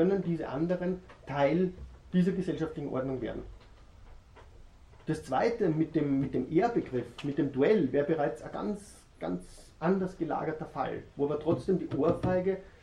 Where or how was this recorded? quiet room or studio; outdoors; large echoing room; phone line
large echoing room